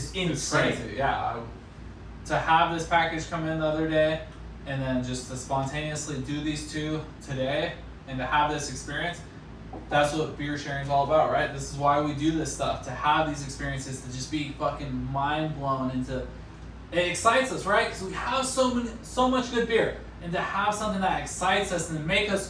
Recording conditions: phone or laptop microphone